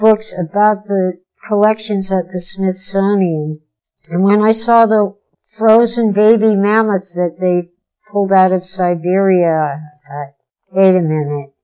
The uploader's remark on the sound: Last year's PKD Festival in Fort Morgan, Colorado. This type of on-the-spot interview was new to us, as was our equipment, so you may have to bear with us through some technical difficulties.